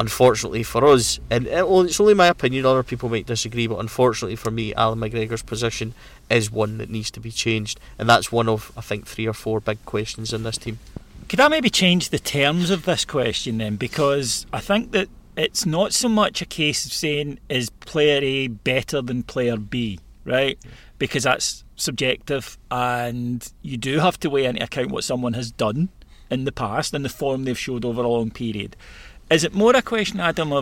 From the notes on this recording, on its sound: Live From GVB Unveiling. Highlights from the press conference.